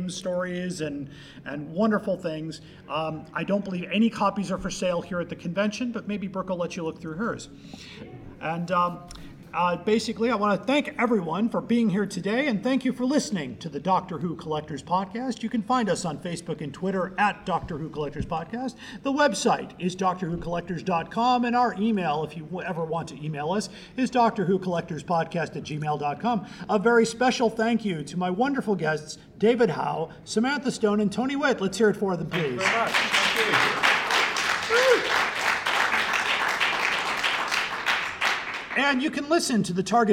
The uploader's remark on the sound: Here is the live recording from Chicago Tardis!